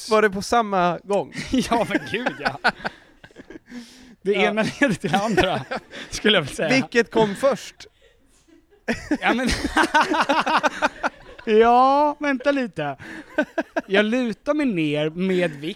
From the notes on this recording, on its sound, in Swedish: I samarbete med SOFACOMPANY gör vi en LIVEPODD inför 60 glada åskådare på deras showroom i Stockholm!